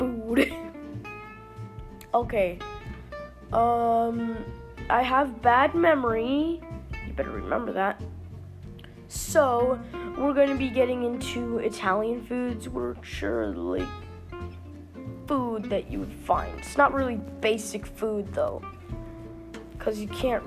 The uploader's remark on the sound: Sorry if my voice sounds funny I’m going to be getting a microphone soon!